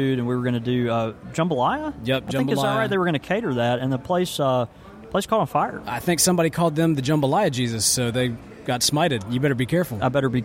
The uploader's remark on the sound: This week we take you LIVE from the show room floor at the first ever New Orleans Pipe Show!